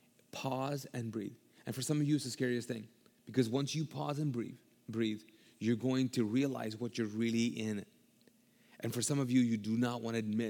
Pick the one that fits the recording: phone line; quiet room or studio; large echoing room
large echoing room